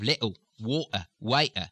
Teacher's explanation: In many very harsh Cockney sounds, you're going to have little, water, waiter, a glottal stop.